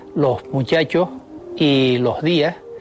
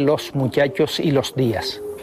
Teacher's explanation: En primer lugar, aspiran los canarios la S que aparece a final de sílaba. · Shown in: first take · Term: aspiración